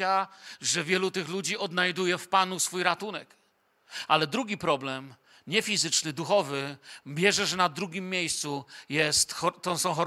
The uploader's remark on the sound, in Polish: Wykład nagrano podczas nabożeństwa niedzielnego w Kościele „Filadelfia” Bielsko Biała.